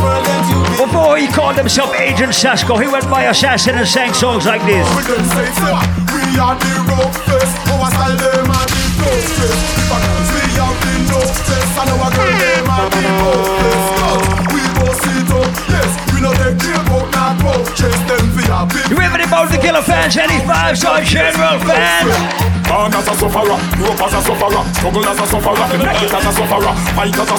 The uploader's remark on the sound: Audio recording of my set at Island Saturdays